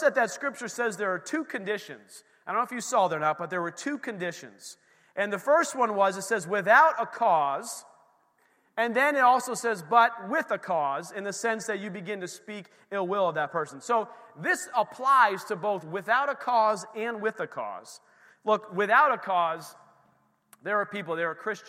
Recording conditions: large echoing room